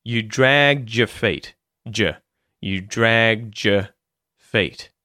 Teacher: The D at the end of dragged merges with the yod, the y sound at the front of your or y, and it becomes j. So, you don't get a d sound, you don't get a y sound, you get a combined j sound